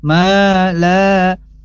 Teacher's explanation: fathah bertemu alif, maka ini harus dibaca dua harokat atau diayun mala, maka ini adalah mad asli atau mad tabi'i.